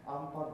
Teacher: 日本人の N の音はむしろ息が使わないので、アンパンというふうな言い方は、あの N の音はほとんど消えちゃってます